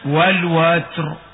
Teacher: نفخم الراء من كلمة والوتر لسكونها عند الوقت بعد فتح الواو، ولا عبرة بالساكن بين المفتوح أي بين الفتح وبينها في التاء، هكذا والوتر.